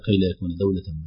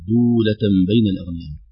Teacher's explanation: كلمة دولة التي يقرأها بعض الطلاب كي لا يكون دولة، لكن نركز على ضم الدال، فإذا ضمت الدال ومدت مدا طبيعيا أصبحت مميزة عن دولة · Shown in: second take